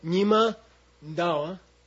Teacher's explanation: When it's two separate words, the prenasal is not as strong. You see? When it's one word, it's stronger.